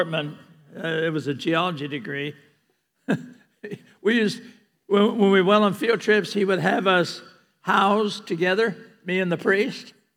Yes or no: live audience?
yes